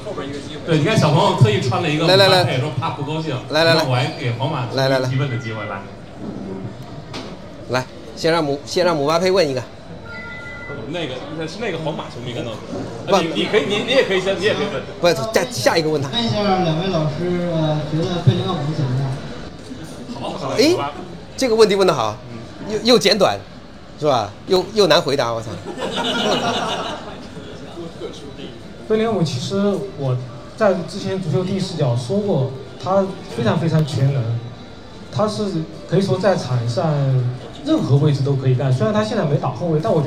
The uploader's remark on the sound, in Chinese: 本期节目为《足球第一视角》8月26日线下见面会的现场录音，保留了稍有些嘈杂的背景音。